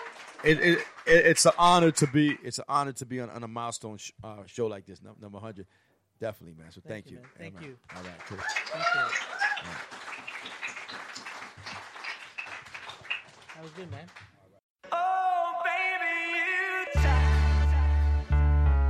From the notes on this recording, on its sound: Organized an exclusive, invite-only recording of his 100th episode at the renowned studio formerly known as Pacific Junction Hotel. This segment concluded with audience members sharing personal stories and directing questions. This special live recording.